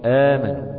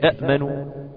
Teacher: ضحينا بالهمزة الثانية اللي هي الهمزة الساكنة دي، ضحينا بها خالص، وأبدلت إيه؟ أبدلت ألفا · Shown in: first take · Term: البدل